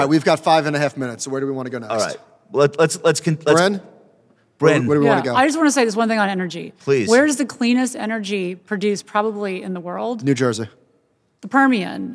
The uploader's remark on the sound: Live from Houston. In front of a live audience at the Dynasty Investors Forum.